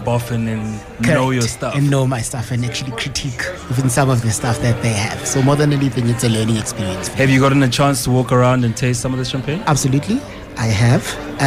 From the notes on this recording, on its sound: special broadcast of the Absa Champagne in Africa Festival 2023 from a Summer Place